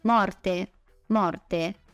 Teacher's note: noi facciamo la R alveolare vibrata o quella R comune